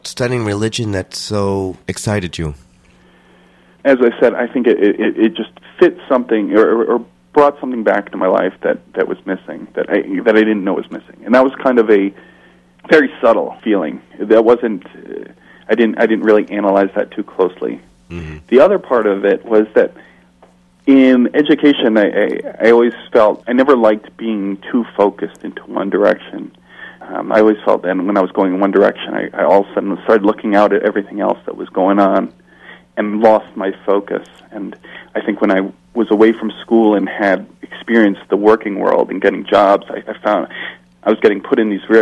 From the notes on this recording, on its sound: telephone interview segment